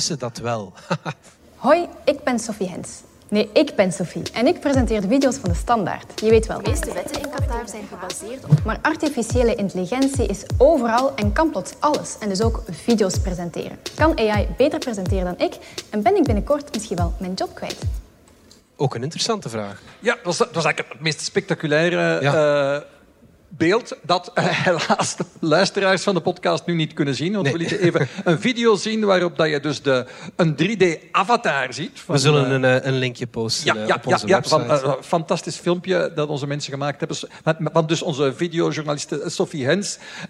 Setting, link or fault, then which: setting, live audience